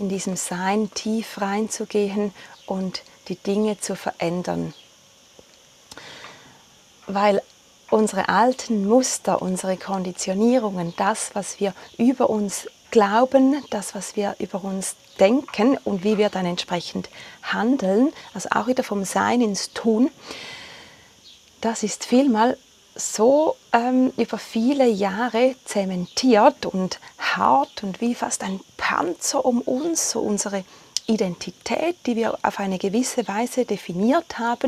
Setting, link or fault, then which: fault, sounds in the background